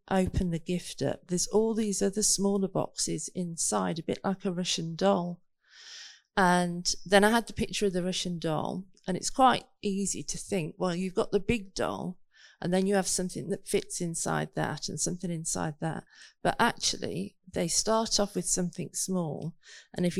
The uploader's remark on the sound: Recorded 6th June 2021 at Raunds Saxon Hall ( limited space, whilst under lockdown).